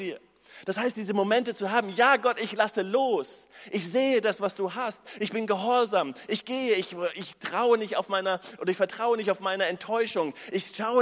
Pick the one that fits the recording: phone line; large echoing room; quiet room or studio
large echoing room